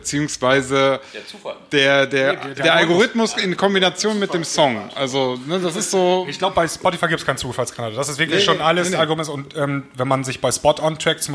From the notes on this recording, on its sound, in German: Live vom DJ-Meeting in Hamburg. Wir waren beim DJ-Meeting in Hamburg und haben im Rahmen des Reeperbahn-Festivals einen Live-Podcast aufgenommen. Alles ein wenig hektisch, spontan und chaotisch.